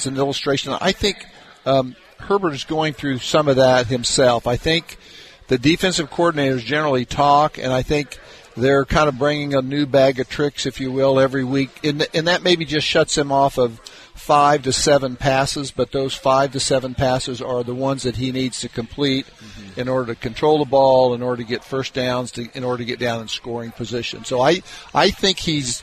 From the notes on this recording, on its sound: LIVE from Hollywood Casino!